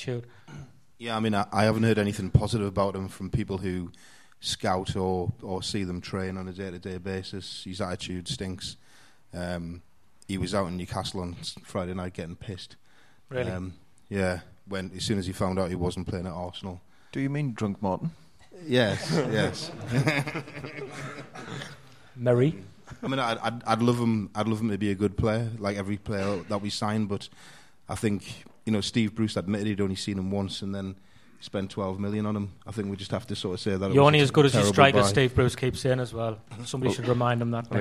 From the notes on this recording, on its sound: Live at The Isis. With a live audience at The Isis, Sunderland.